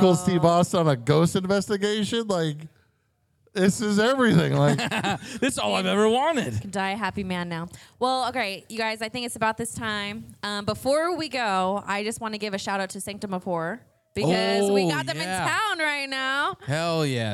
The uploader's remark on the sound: LIVE From Taproom-120. This time coming to you from the live show at Taproom-120 in Gilbert, AZ. A few surprise guests stop by!